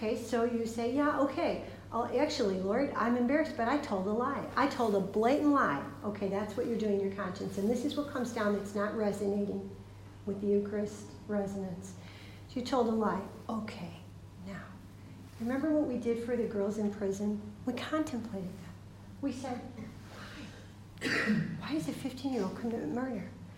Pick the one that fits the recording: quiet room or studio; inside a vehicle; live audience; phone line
live audience